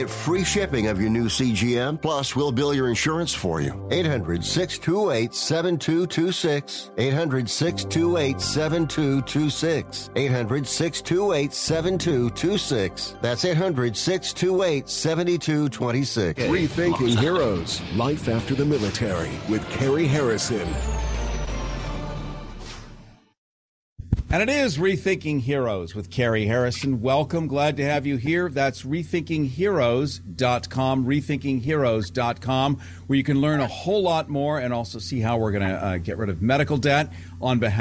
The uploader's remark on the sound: Open phones